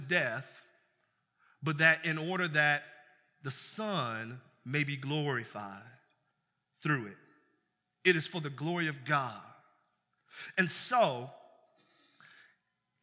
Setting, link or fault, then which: setting, large echoing room